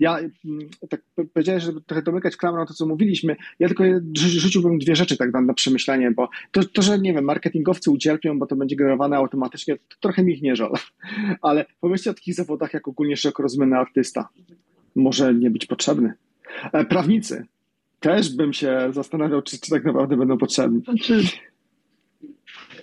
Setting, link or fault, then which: link, video call